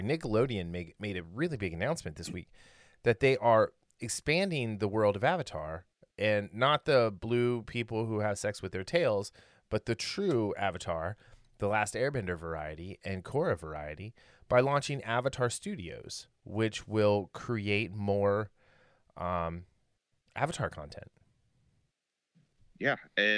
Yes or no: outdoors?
no